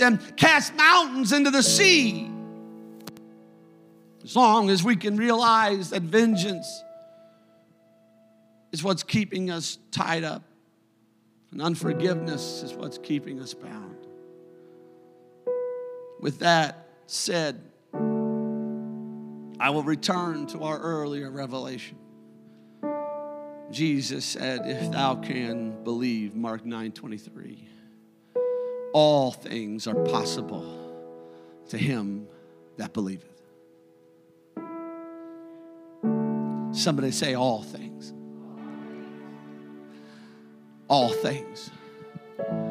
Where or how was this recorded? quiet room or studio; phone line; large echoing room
large echoing room